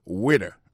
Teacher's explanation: accent tombé sous le premier syllabe « waiter »